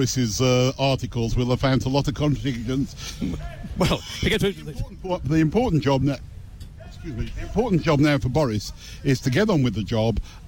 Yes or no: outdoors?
yes